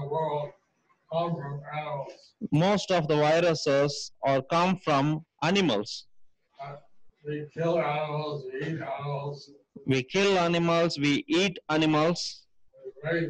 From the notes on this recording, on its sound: Zoom Session With Ghana Devotees